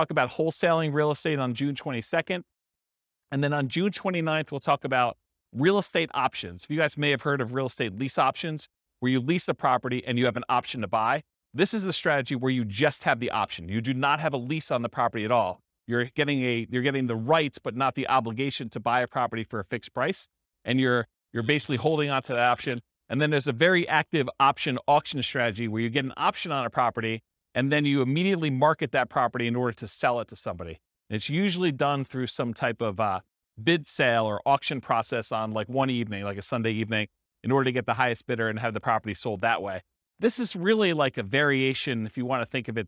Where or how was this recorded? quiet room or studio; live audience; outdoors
live audience